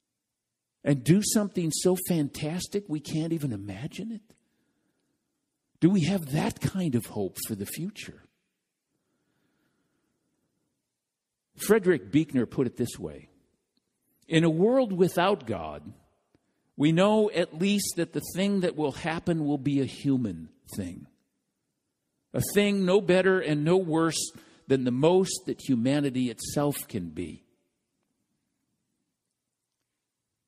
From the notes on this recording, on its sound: This message was delivered during the Contemporary Worship service.